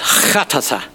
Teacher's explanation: It's chatatha. And you have to kind of clear your throat as you say it because it has a guttural as the, one of the first letters.